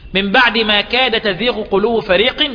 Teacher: الدال مفتوحة بعد ساكن لكنها تدغم في التاء بعدها